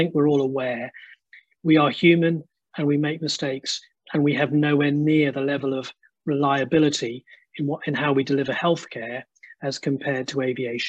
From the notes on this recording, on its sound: This recording is taken from the webinar ' Heads & Hearts, theirs & ours Eating Disorders, Complexity & Medical Mistakes '.